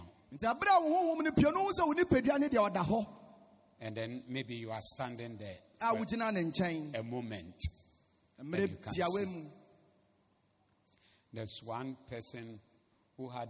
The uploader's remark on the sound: Preached at the Zeloo Service